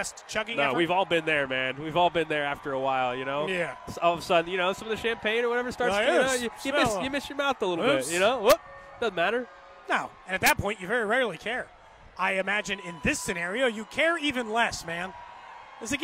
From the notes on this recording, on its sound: Some Sounds from the Super Bowl Parade.